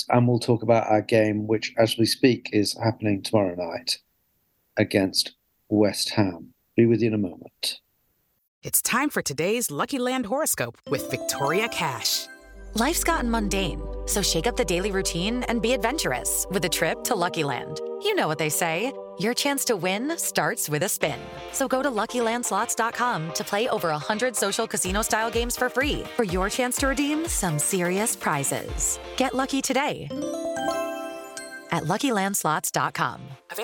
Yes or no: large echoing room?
no